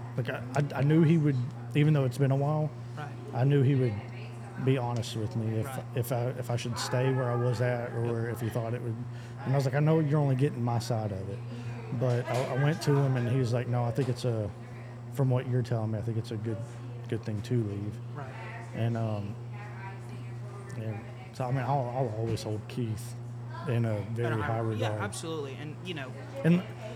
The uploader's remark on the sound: We recorded an unscripted, natural conversation in a local coffee house